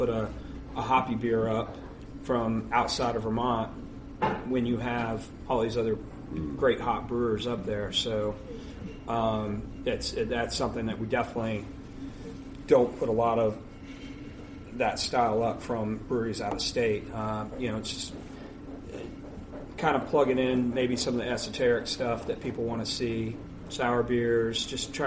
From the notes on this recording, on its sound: Special off-site recording of Beer Sessions Radio at the Blind Tiger. Tune in for a special off-site recording of Beer Sessions Radio at the Blind Tiger!